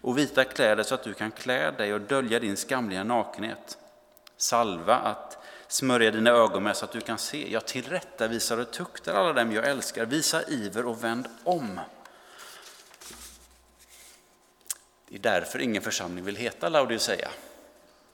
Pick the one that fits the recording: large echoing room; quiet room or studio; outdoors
large echoing room